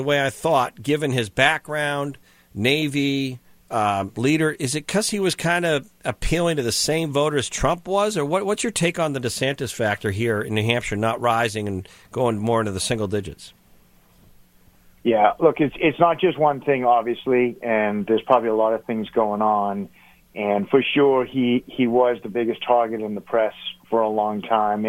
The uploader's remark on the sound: called into GMNH